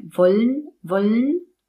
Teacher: In dem Wort wollen lassen wir den Schwa-Laut weg.